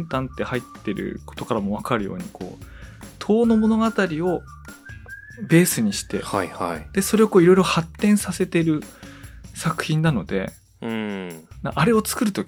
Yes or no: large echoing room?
no